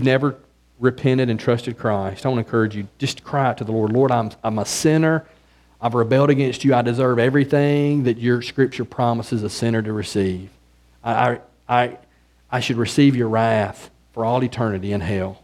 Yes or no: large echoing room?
yes